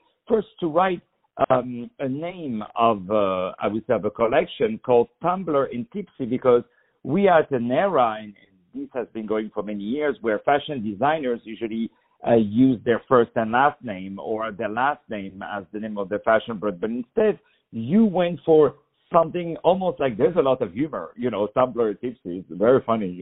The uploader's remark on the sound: On the phone.